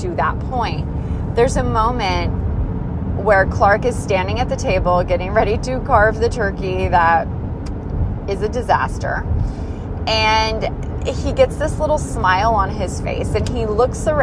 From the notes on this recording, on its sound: This episode was recorded while en route to the only "mall" we have in Missoula.